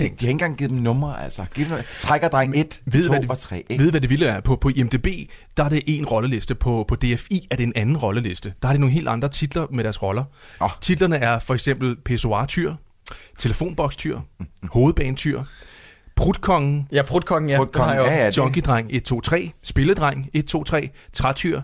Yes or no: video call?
no